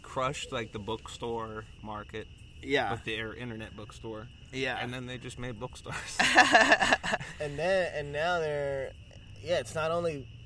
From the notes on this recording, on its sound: recorded at the outdoor studio (the park)